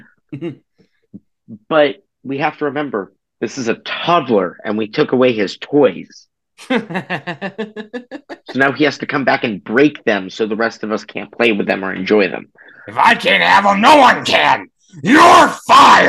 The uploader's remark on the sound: We also discover that Zoom only does the first 40 minutes of a video conversation for free which is why this episode is brief (LOL).